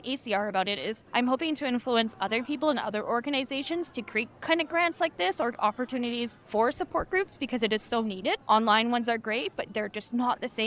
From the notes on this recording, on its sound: live at the American College of Rheumatology (ACR) 2023 Convergence